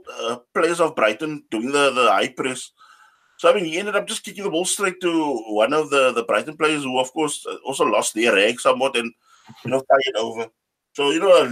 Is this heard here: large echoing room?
no